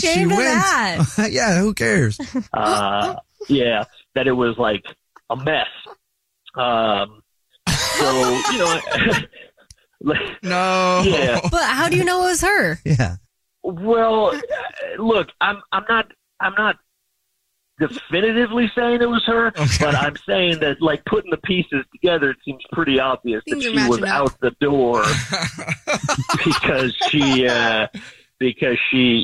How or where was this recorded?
phone line